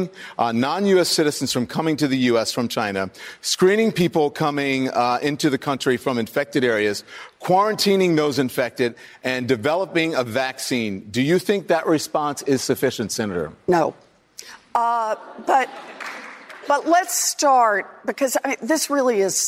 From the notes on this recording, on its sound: answers questions from voters in South Carolina during a live town hall